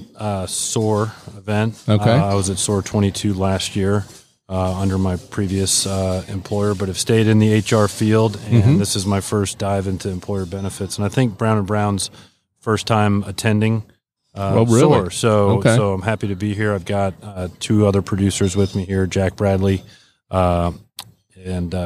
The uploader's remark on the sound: LIVE from SOAHR 2023. North Fulton Business Radio.